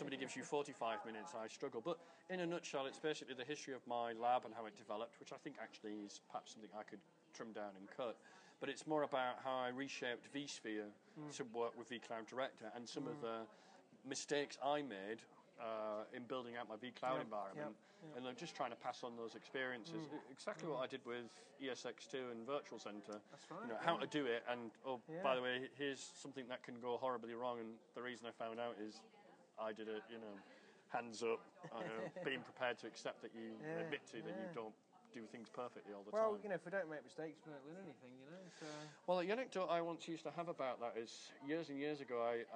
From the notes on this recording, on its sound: recorded at the Melbourne VMUG